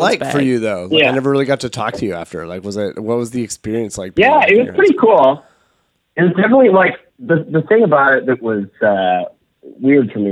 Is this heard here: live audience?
no